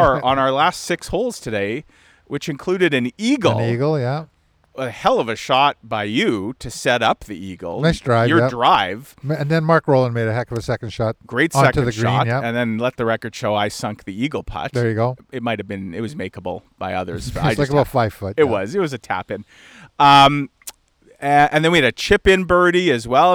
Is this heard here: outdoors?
yes